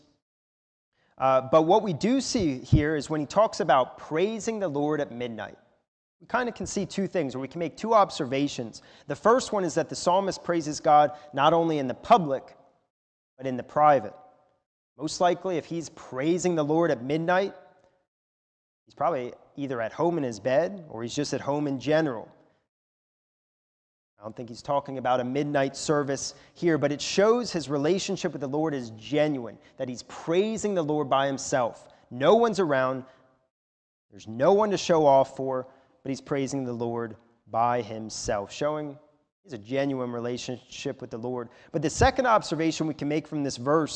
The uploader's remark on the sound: a sermon recorded at the Lebanon Bible Fellowship Church in Lebanon, PA during the morning service on 10/31/2021